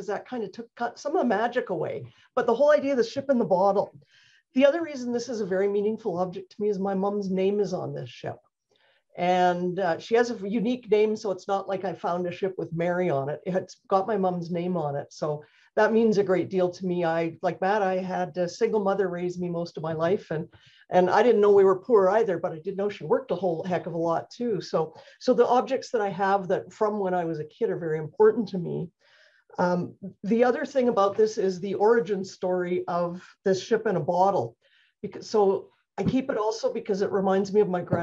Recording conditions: video call